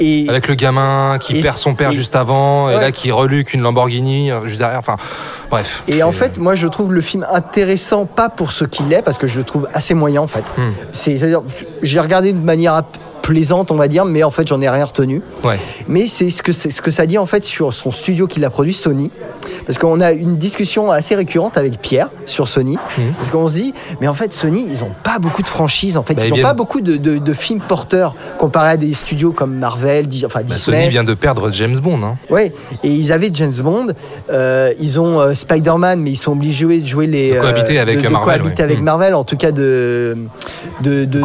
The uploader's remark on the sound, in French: Enregistré au Hurling pub (8 Rue Descartes, 75005 Paris), le vendredi 21 novembre 2018.